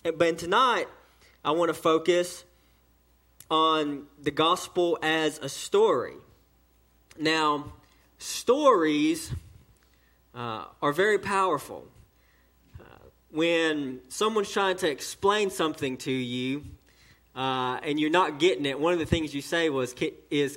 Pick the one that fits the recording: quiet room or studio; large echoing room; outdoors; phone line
large echoing room